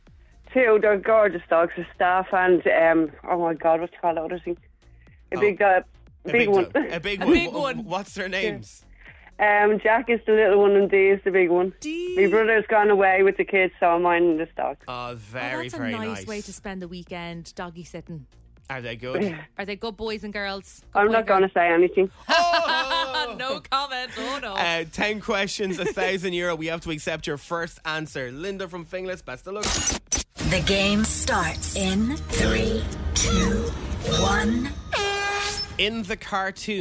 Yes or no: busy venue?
no